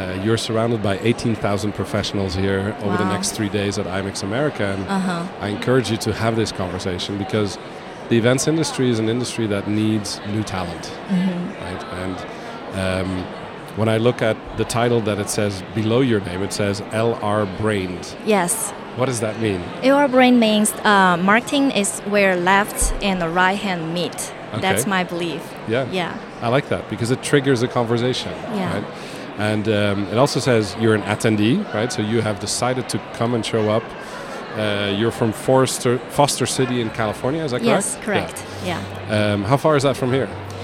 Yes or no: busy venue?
yes